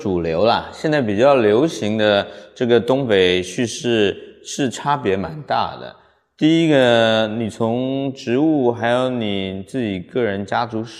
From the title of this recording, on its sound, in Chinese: 艺术家群展「迷雾幻屿 Foggy Island」现场导览